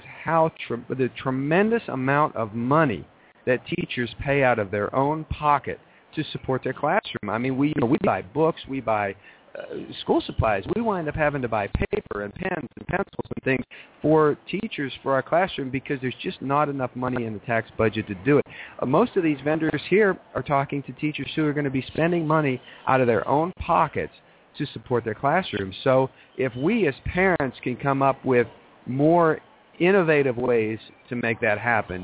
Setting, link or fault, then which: setting, busy venue